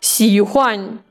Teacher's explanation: то есть си выделяем, хуан не выделяем